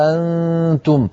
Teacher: يقرأها ورش بإبدال الهمزة ألفا، يعني هاء ألف نون تاء ميم، هاء ألف نون تاء ميم، وبالتالي النون الساكنة التي بعد الألف تجعل هنا في الألف تجعل مدا لازما كلميا مخففا.